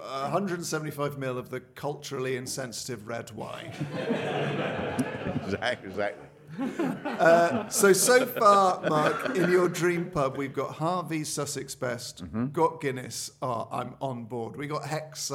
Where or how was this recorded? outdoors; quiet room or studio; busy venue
busy venue